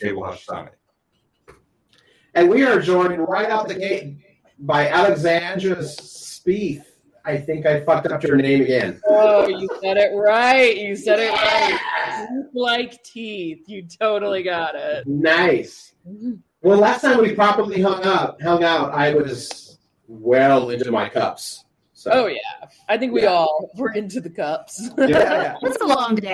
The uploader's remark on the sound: We know about the janky audio, we ran into many equipment issues and are trying different equipment and services going forward.